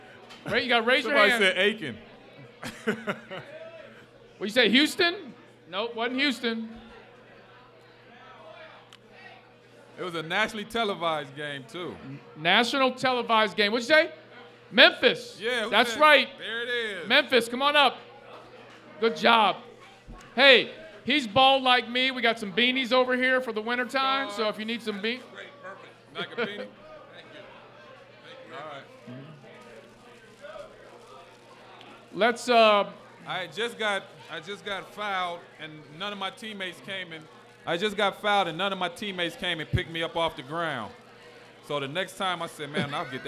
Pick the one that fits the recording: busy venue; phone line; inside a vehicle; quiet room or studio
busy venue